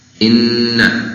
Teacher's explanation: Inna nun di sini sebagai ditasydidkan, ada gunahnya, ditahan dua ketuk. Ya. Innal insan, nun mati ketemu sin.